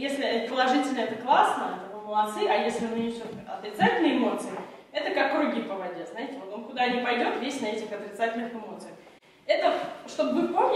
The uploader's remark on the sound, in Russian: запись с тренинга